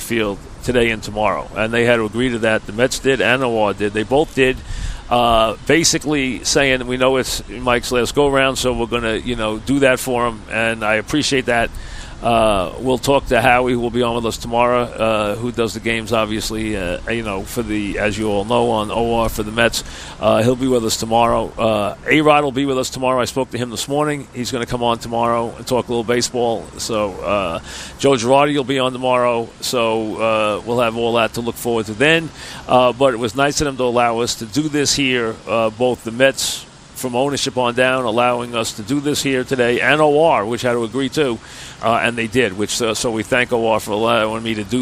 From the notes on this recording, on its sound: Live from Citi Field as the 2017 Subway Series shifts from the Bronx to Queens.